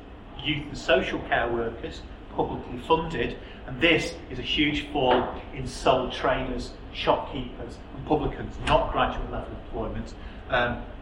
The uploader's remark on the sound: speaks at SRHE Employability, Enterprise and Work-based Learning Network Event